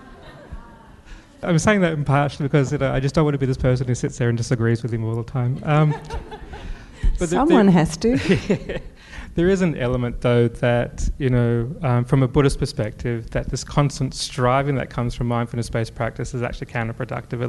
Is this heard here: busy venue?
yes